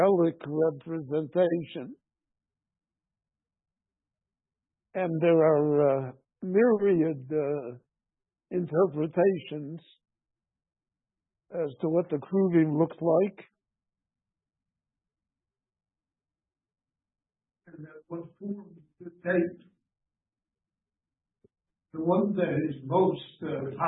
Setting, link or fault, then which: setting, large echoing room